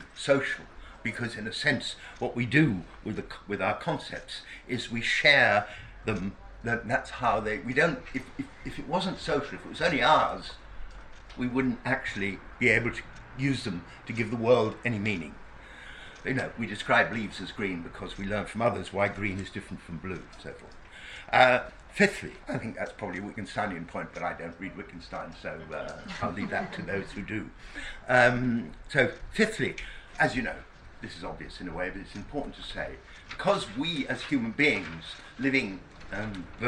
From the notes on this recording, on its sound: Speaks at the SRHE Academic Practice network event - Pedagogy and Knowledge.